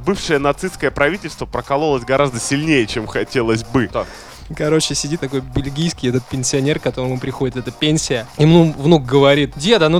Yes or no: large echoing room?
no